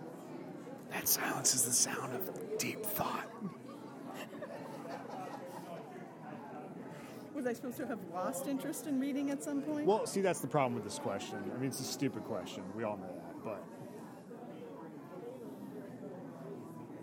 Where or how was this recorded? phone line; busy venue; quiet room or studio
busy venue